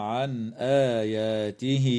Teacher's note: بينما تظهر النون عند الهمزة في قوله تعالى عن آياته